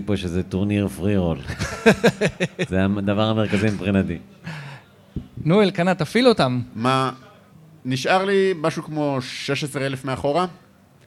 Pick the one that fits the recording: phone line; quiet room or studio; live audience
live audience